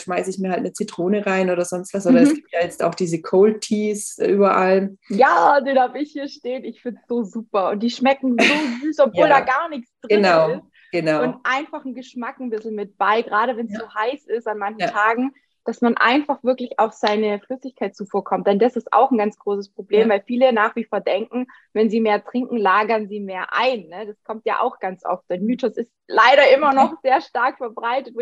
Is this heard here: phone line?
no